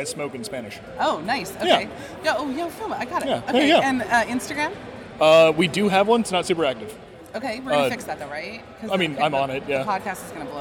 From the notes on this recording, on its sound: This podcast was recorded live from the show floor of MJBiz Con 2019 in Las Vegas, Nevada.